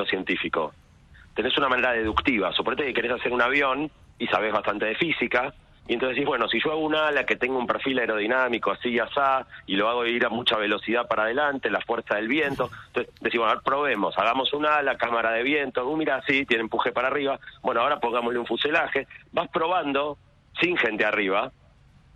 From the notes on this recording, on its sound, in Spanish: Pido disculpas por un audio de una calidad inferior a la habitual porque la entrevista es por teléfono y porque (¡de tanto hablar!) estoy un poco disfónico.